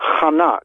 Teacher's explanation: the Hebrew word chanak, with a ch sound at the back of your throat when you say that.